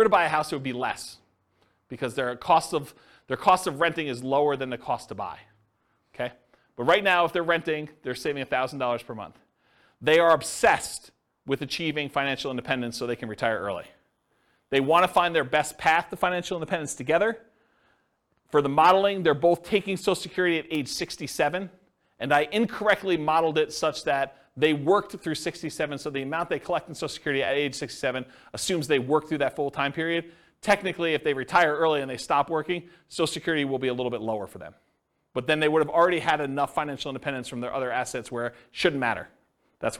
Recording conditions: live audience